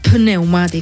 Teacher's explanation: D'acord, però en cap cas es pronuncia la P.